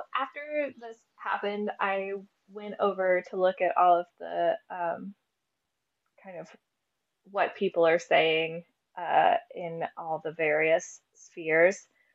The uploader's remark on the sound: This is a live event, on a broken hellsite, so pls excuse the sound quality not being to usual podcast standards.